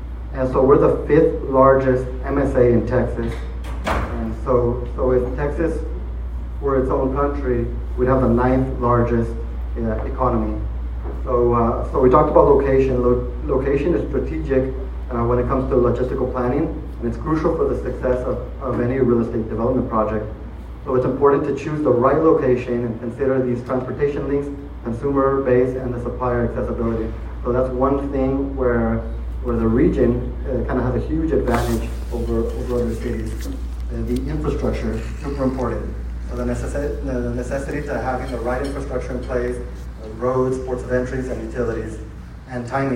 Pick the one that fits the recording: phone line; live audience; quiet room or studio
live audience